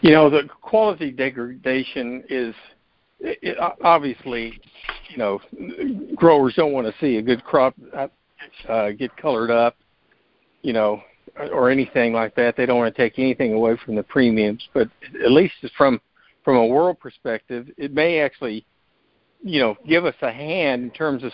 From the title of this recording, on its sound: Monthly Conference Call